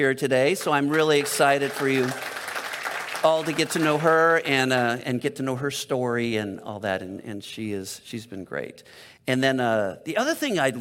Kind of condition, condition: setting, large echoing room